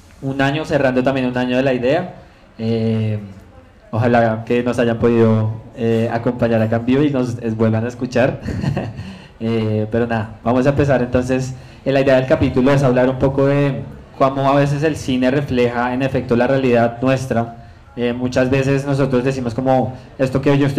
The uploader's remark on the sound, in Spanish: Nuestro último episodio fue grabado con público en nuestro #ZOOMEnVIVO.